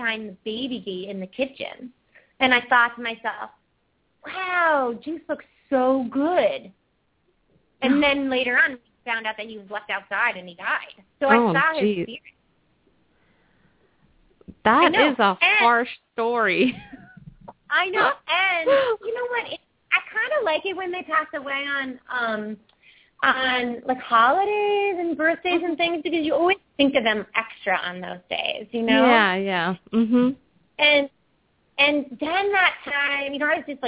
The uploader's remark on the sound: open up the lines for listeners to call